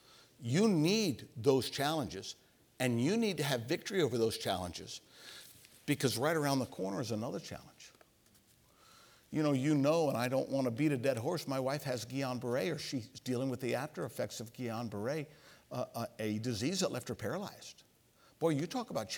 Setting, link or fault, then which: setting, large echoing room